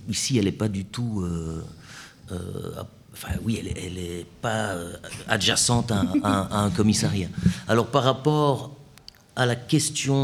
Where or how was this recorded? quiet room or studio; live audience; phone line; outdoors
live audience